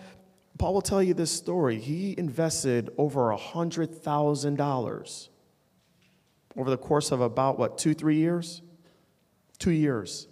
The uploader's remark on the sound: In today’s podcast my team has found an amazing clip of me speaking at SSPT LIVE! While I am live from stage.